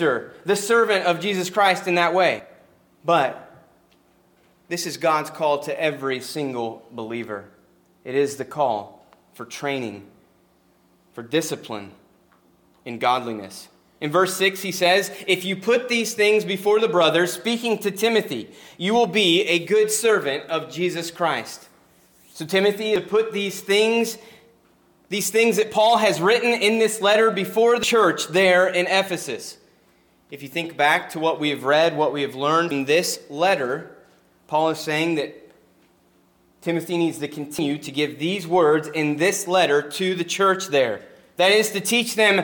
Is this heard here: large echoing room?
yes